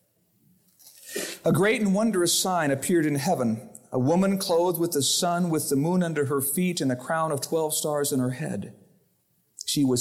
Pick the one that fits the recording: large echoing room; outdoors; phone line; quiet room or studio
large echoing room